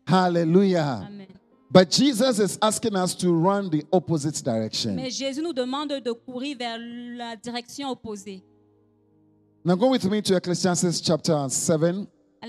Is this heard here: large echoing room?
yes